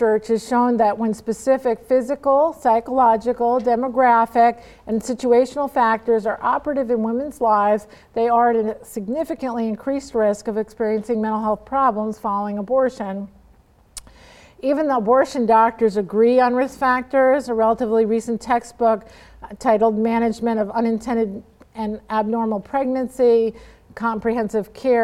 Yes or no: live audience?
yes